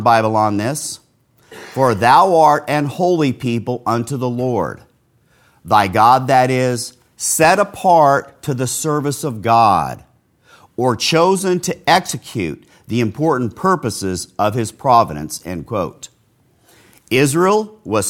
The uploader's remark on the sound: This sermon was preached live at Castle Grace in the At the Mouth of Two or Three Witnesses Series. Broadcast live from Castle Grace.